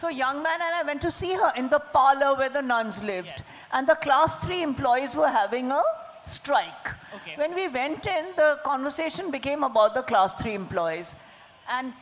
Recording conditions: live audience